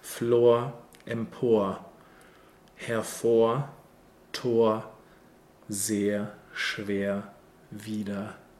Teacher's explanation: So it's always this upside down, bright R ah sound in the end.